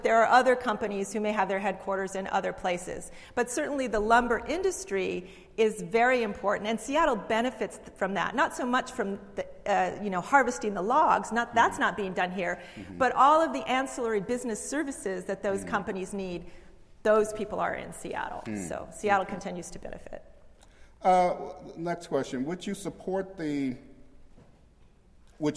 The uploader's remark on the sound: Speaks at University of Washington’s Kane Hall on January 27,2016 as part of the history lecture series “Excavating Seattle’s histories: Peoples, politics, and place.”